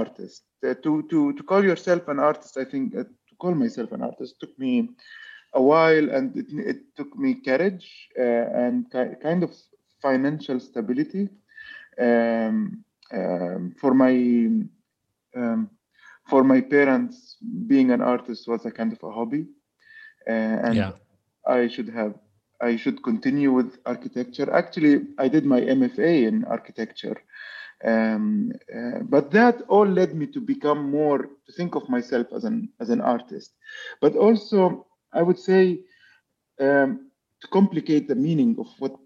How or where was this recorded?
video call